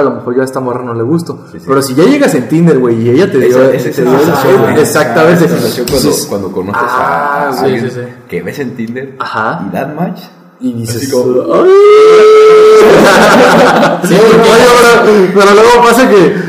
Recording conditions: poor sound quality